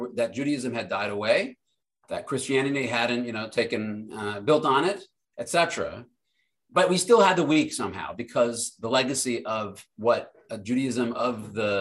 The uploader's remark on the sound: This audio was originally captured from Zoom